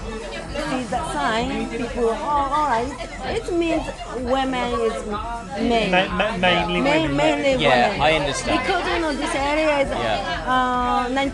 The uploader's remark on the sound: Recorded in Heathrow airport and two very different bars in Tokyo. Sip Negronis in the departure lounge. Finish their first night at a women-centric bar called Gold Finger, where they interview the owner.